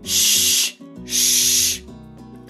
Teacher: ゃあ本題に入ります。えっと、まず SH の無声音ですね。はい、これはあの、比較的というか、あの、非常に簡単です。あの、静かにしてっていうふうな時に、まあ、人差し指をこう、口のところに当てて、シーっていうふうにやりますよね。で、このシーってやるときに、あの、唇がですね、ちょっとアヒル口のようにあのなってるんじゃないかなっていうふうに思います